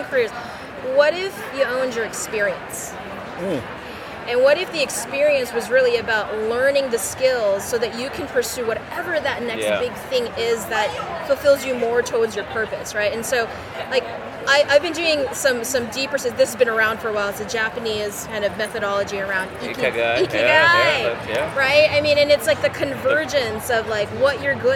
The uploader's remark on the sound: live from the Transform Conference in Las Vegas